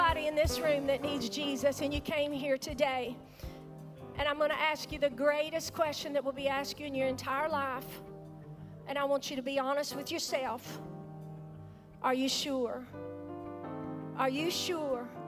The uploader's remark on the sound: Regeneration Nashville Live!